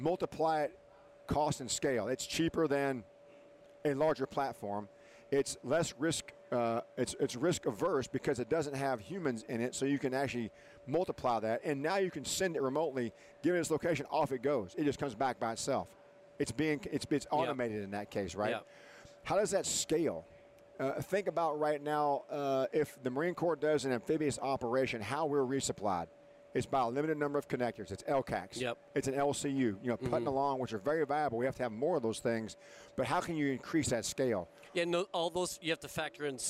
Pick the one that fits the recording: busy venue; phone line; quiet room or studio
busy venue